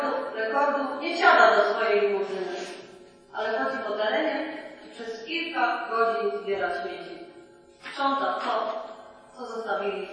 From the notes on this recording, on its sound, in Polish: Przepraszamy za słabą jakość nagrania. Kazanie najlepiej wysłuchać na słuchawkach.